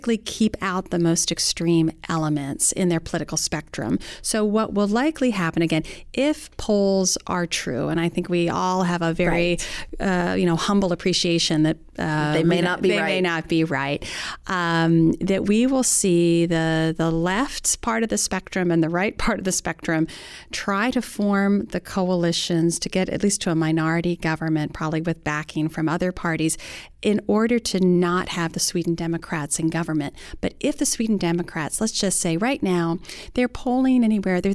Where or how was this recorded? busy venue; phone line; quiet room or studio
quiet room or studio